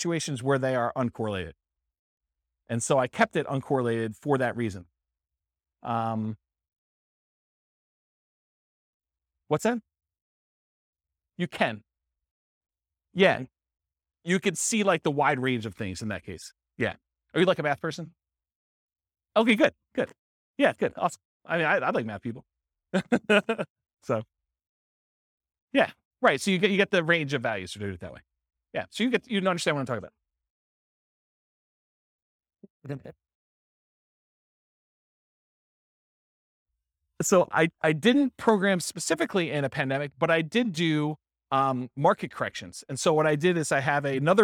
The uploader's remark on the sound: This was a live class recorded